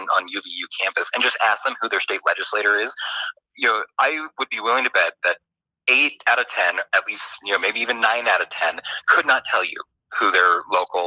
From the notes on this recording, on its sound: via telephone